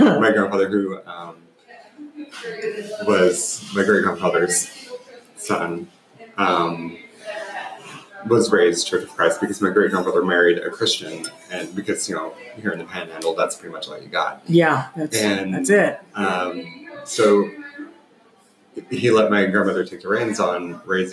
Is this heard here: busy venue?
yes